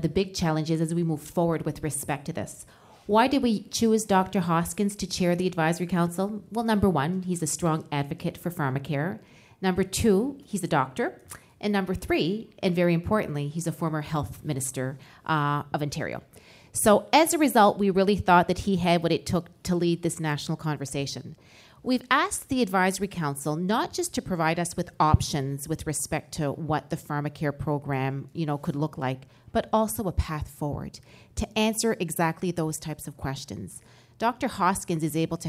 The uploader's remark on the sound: In the Canada 2020 studio. Questions from a live studio audience.